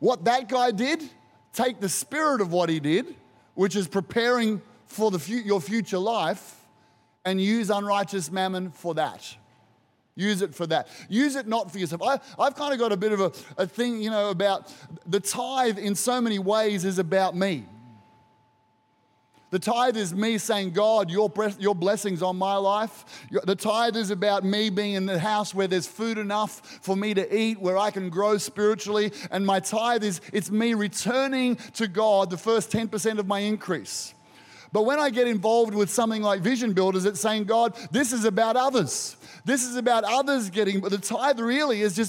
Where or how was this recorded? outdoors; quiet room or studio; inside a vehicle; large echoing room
large echoing room